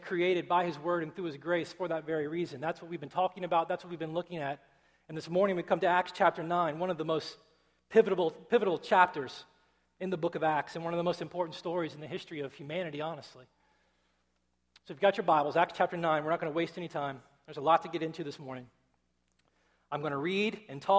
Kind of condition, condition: setting, large echoing room